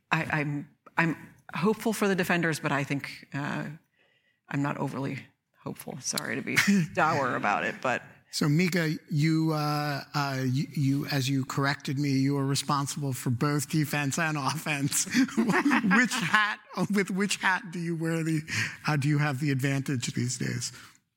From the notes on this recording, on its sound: Hosted by the William and Flora Hewlett Foundation Cyber Initiative and Aspen Digital, Verify 2022 brings together journalists and cyber and tech policy experts. On this live recording of the Lawfare Podcast.